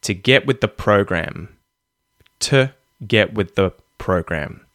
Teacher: Now, the as well gets the schwa and it becomes the to get with the program, right? We're skipping over to and the really quickly, giving them the schwa vowel sounds.